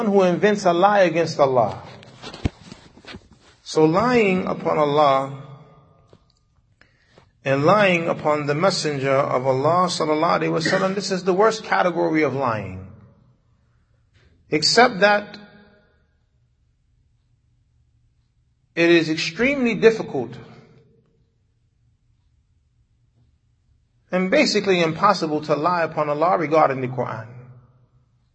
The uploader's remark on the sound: Lecture given at Masjid Nur Allah, Queens, Ny